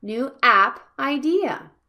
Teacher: App idea is an open compound noun. So it has stress on the word app.